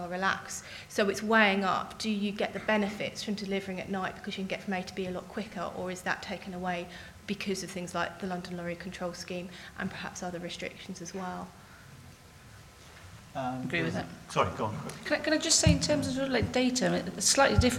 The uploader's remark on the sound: Location: Cruciform Lecture Theatre 1, Cruciform Building, Gower Street, London, WC1E 6BT